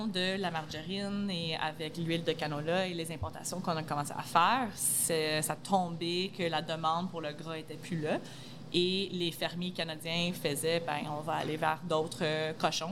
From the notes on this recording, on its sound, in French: Est au Pop Up des Fermes et Restos. Les épisodes ont été enregistrés en direct pour vous faire revivre cette belle journée.